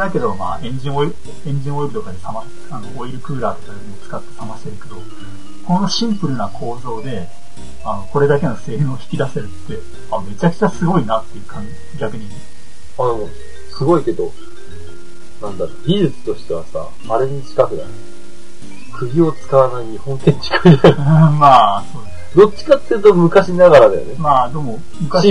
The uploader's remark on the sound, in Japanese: 低音質です